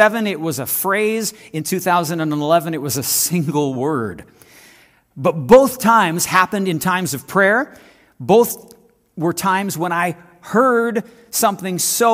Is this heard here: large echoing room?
yes